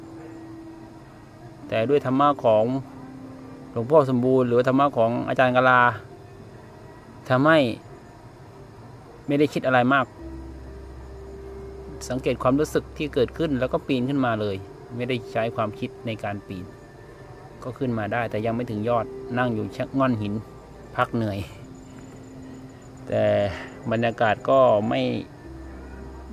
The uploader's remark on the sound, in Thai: เป็นเสียงบันทึก การเดินทางธุดงค์ของพระใหม่ ตอนนี้ได้มาภาวนา ที่วัดถ้ำเขาพระ จังหวัดกระบี่.